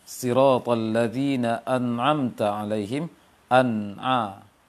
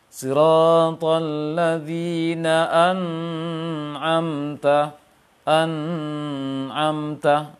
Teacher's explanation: Dikatakan di sini menjelaskan atau mengeluarkan huruf hijaiyah tanpa dengung, atau mengeluarkan huruf nun tanpa dengung. Mengeluarkan bunyi nun tanpa dengung. · Shown in: first take · Berarti tidak boleh tahan lama nanti. · Term: izhar